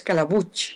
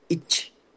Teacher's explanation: en Valencia hay muchos apellidos que acaban con IG y siempre se pronuncian ich, como si fuera una che